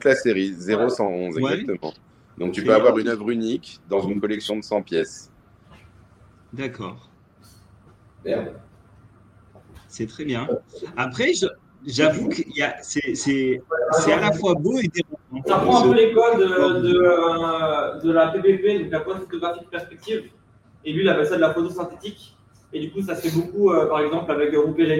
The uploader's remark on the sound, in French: Aujourd'hui nous étions en vidéo et en live de la NFT Factory. 137 rue Saint Martin.